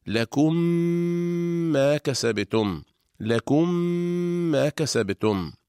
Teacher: تدغم الميم الأولى الساكنة في الميم الثانية المتحركة، فتصبح ميما واحدة مشددة تحتاج إلى غنة طويلة. إذن تنطبق الشفتان على الميمين إطباقة واحدة، فنطبق على ميم ساكنة ونفتح الشفتين على ميم متحركة مع ملاحظة الغنة هكذا: لكم ما كسبتم، لكم ما كسبتم. · Term: الإدغام